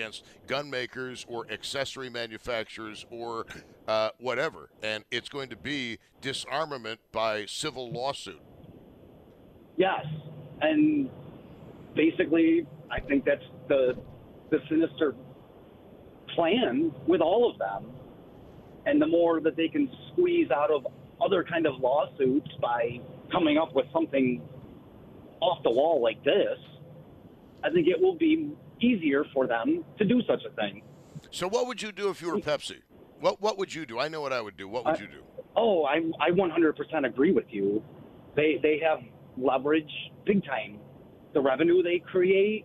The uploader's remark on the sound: continues taking your telephone calls